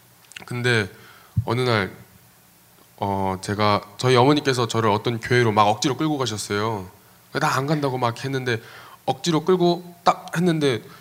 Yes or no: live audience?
yes